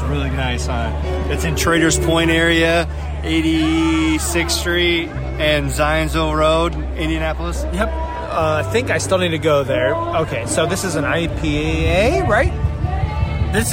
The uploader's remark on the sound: record live at Hendricks County’s 3rd annual Hoppy Halloween beer festival